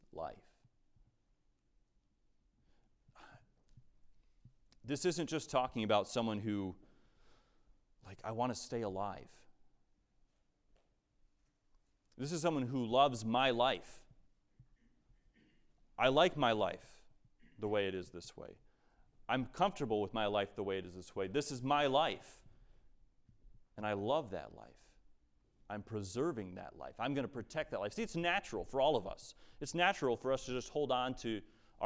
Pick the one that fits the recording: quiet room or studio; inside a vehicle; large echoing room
large echoing room